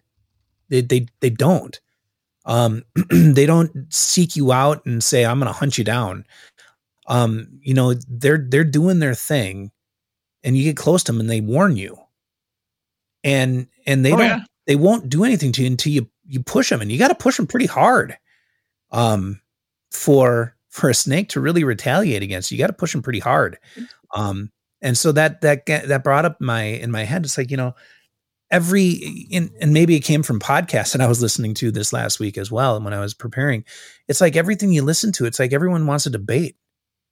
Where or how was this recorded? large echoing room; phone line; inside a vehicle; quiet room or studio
quiet room or studio